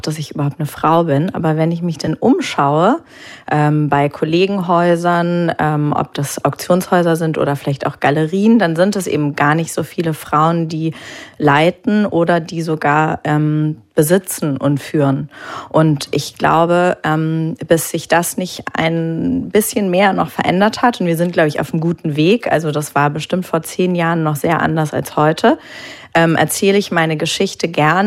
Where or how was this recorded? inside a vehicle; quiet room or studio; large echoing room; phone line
quiet room or studio